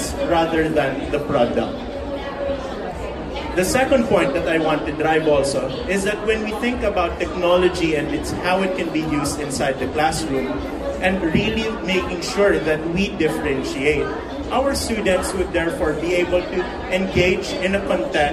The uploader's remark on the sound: EduTech Philippines 2019. Some live recordings during the actual conference.